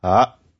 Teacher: It's ah, literally that. It's a long A with a catch in the throat.